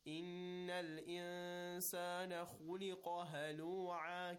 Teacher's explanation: خَا and قَا is a tafkhim letter, rounded mouth and a heavy voice.